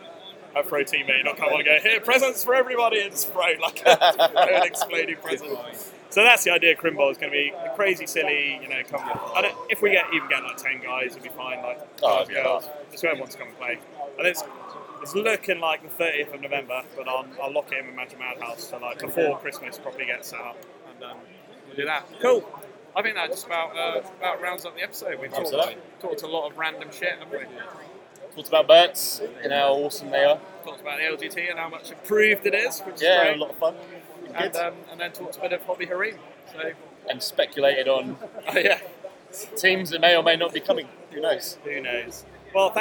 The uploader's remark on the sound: LIVE from the LGT. LIVE from the venue.